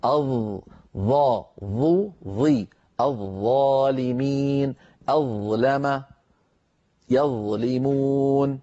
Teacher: الظاء من طرف اللسان مع أطراف الأسنان العليا الأمامية